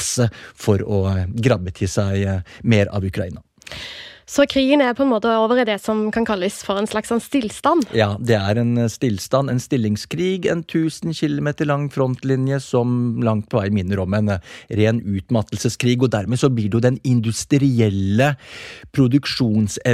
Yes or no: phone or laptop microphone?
no